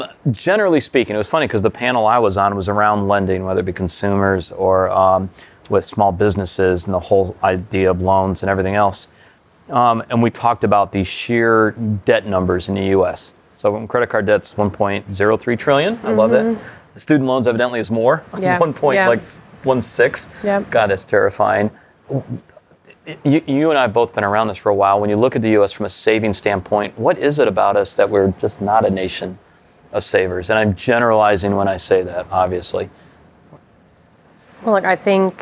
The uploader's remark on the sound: At Empire Startups’ New York Fintech Week Conference. Was able to record some interviews with some of the top speakers of the conference!